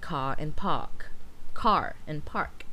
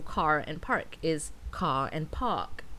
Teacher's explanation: American English is generally rhotic, meaning speakers pronounce the R in words like car and park · Shown in: first take